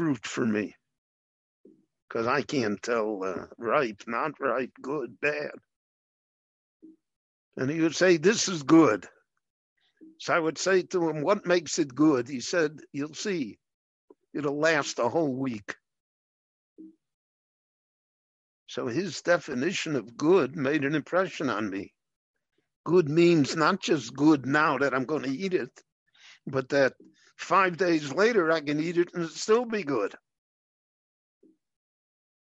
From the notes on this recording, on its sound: via Zoom in Jerusalem